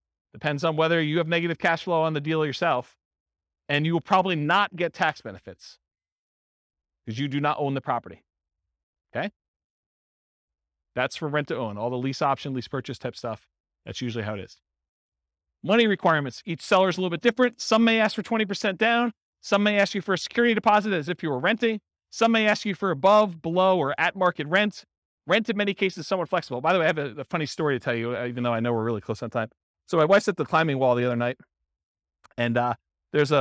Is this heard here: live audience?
yes